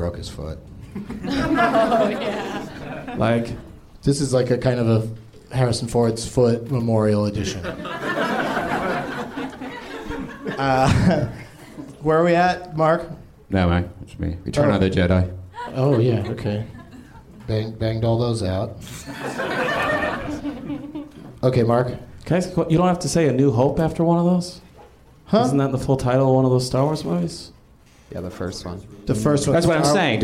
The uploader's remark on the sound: Live from The NerdMelt Showroom in LA.